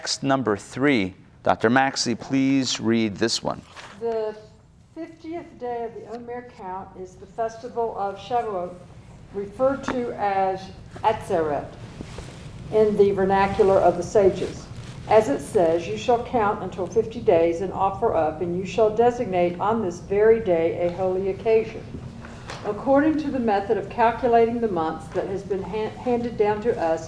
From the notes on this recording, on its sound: Recorded live in Atlanta